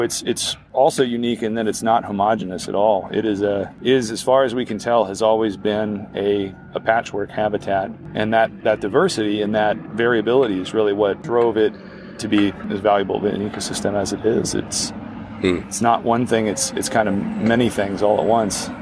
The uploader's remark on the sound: A field trip. As sounds from construction of new buildings surround the area.